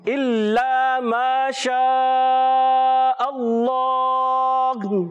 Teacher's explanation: اور حمزہ کو واضح رکھنا ہے، اللہ کا لام، اس میں جلالت اللہ پاک کا لام، اس سے پہلے زبر اور پیش آتا ہے تو موٹا ادا کرتے ہیں، اور آخر میں ہا کی ادائیگی.